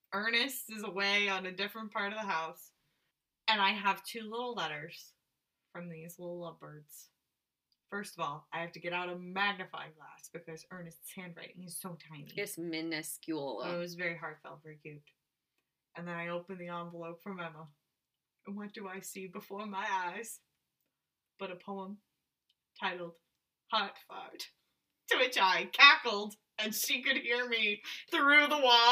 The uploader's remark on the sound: The audio quality is not the best on this one.